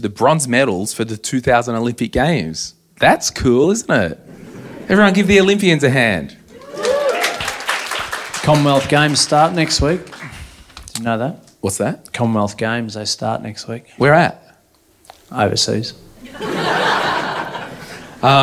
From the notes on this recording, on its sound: (live in Canberra). We had an awesome time meeting peeps and doing a live recording in Canberra.